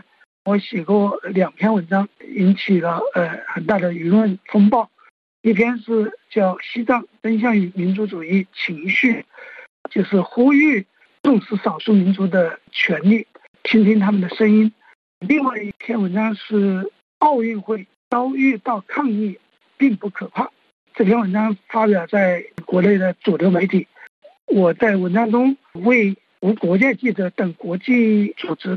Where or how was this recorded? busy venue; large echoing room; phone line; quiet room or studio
phone line